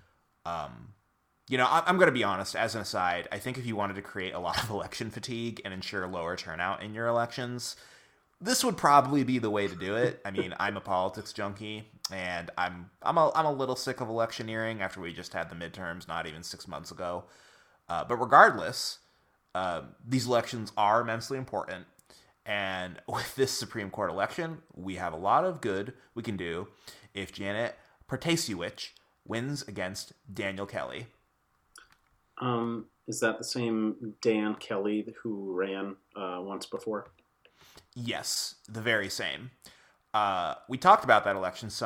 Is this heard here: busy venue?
no